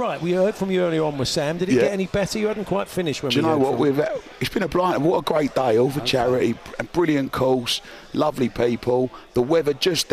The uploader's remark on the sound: Live from The Centurion Club in Hertfordshire